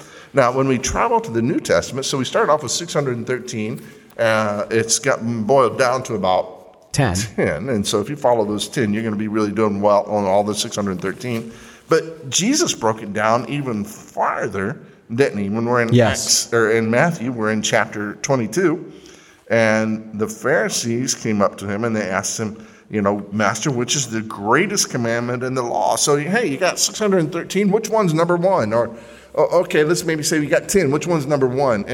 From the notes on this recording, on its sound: recorded during a live service at the Fremont Baptist Temple